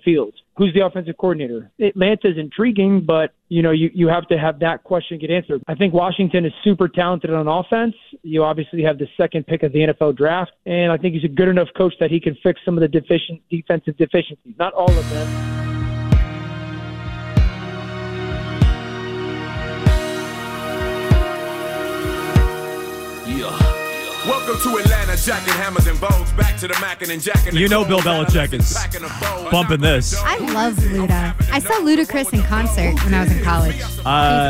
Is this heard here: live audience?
no